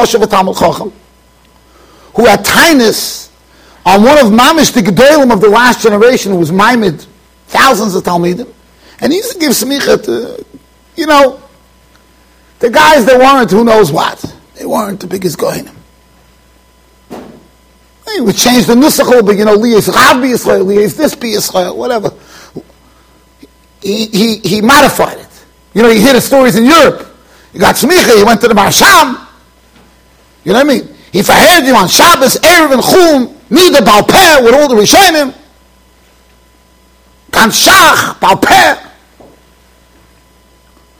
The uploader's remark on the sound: Shiur recorded in Yeshivas Ohr Reuven, Monsey NY.